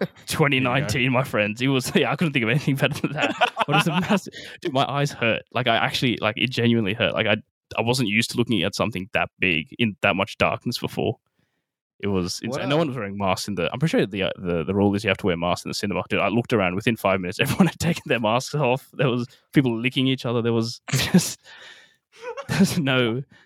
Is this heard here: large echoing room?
no